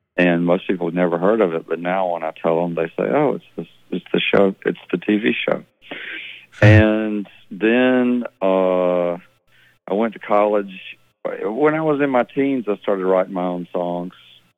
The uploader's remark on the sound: Sits in on a recent interview from Neighborhood Night. Chats on the phone.